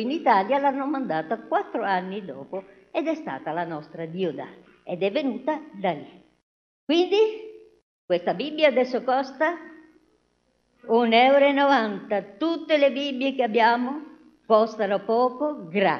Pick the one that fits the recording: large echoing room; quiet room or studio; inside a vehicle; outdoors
large echoing room